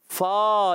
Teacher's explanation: اوپر والے دانتوں کے کنارے اور نچلے ہونٹ کے ذریعے سے · Term: حرف فا